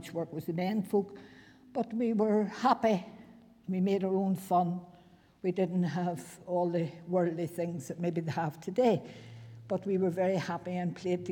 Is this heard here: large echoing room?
yes